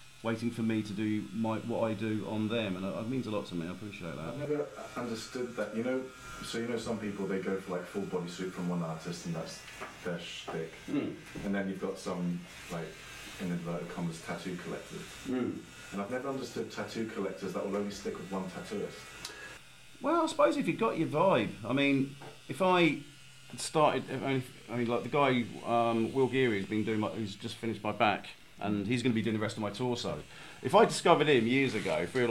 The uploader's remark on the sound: We apologise for the sketchy audio. I forgot to record from my mic....